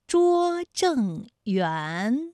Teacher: 园的韵母是乌安，它就是前鼻韵母。正是后鼻韵母